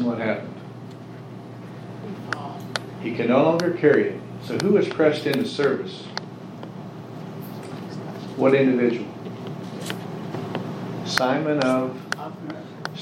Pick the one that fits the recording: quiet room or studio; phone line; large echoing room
large echoing room